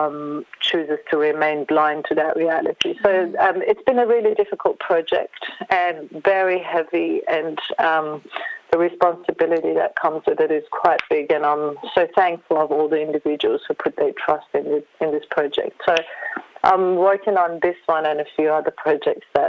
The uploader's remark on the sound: phones in for a guest mix plus a chat